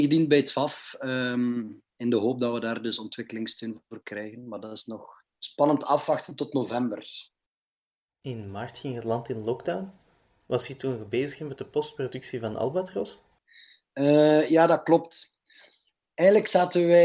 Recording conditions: video call